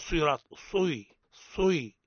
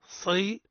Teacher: وكذلك يقع الخطأ فيه من أوجه هو تموج أو شبه الإشمام، قل صراط صي صي، هذا خطأ. الصواب صي، تفخيم الصاد مع بيان الكسرة · Shown in: second take